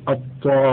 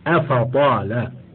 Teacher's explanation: والحرف المفخم إن كان مشددا نحو الطامة فإنه أقوى من غير المشدد الذي هو في مرتبته نحو أفطال، لأن المشدد مكون من حرفين، الأمر الذي يجعل تفخيمه أظهر من غيره المكون من حرف واحد. · Term: المفخم المشدد